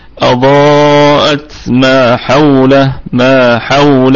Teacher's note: الميم مفتوحة فتكون في الدرجة الخامسة من درجات الغنة، وقلنا الألف يتبعها في الترقيق وفيها مد طبيعي وصلا وقفا.